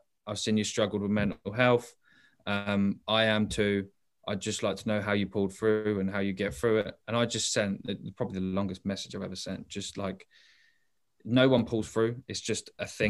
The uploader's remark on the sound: forgive some of the audio quality this was over a zoom chat